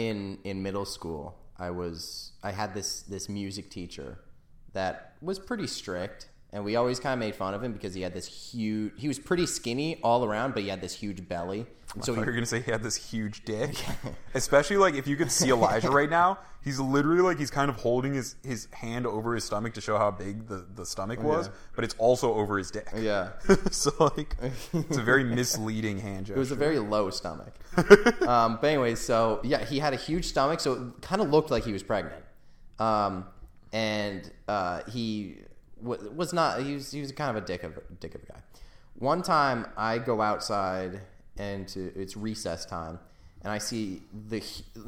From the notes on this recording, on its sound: we are trying out new microphones, so if you hear an echo, it's definately not our fault.